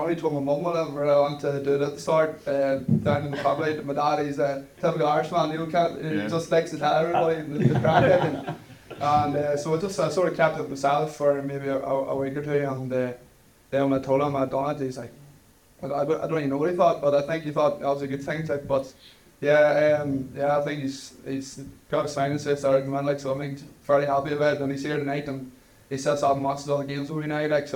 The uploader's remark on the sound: Live from the Hill Of The O'Neill in Dungannon